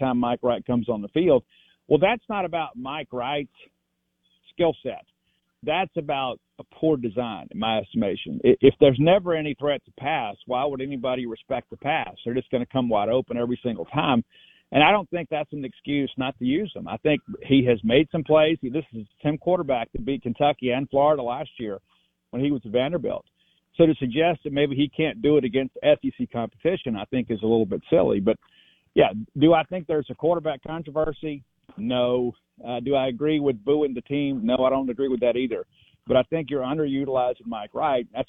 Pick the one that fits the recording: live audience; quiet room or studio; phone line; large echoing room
phone line